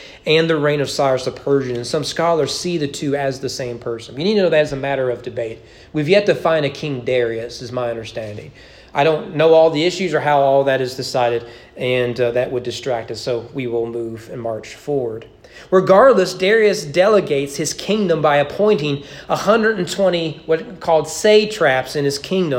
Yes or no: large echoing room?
yes